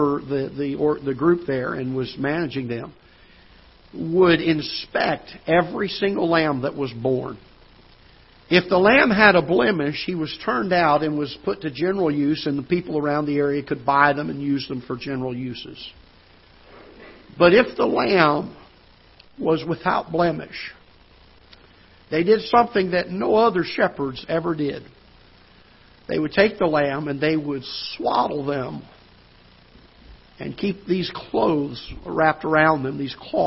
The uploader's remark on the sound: Ketha Heights Baptist Church ~ Live Broadcast